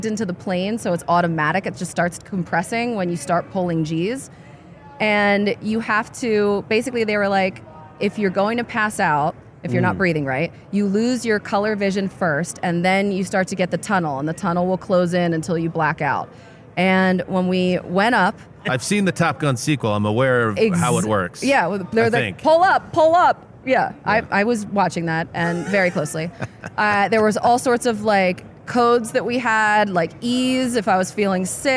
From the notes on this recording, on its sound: In a convention room full of heroes